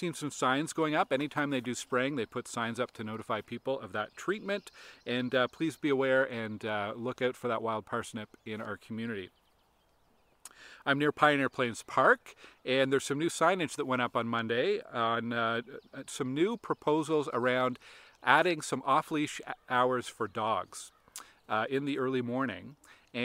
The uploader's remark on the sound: From the Jackson Trails wetland along Feedmill Creek